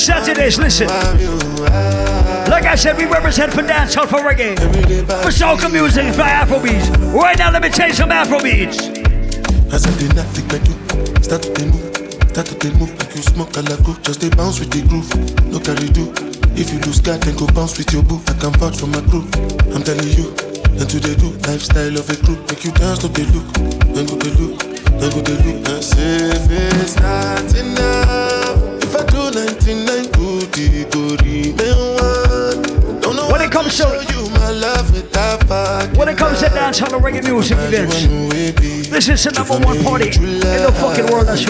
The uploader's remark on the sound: Recording of my segment at Island Saturdays on July 22nd.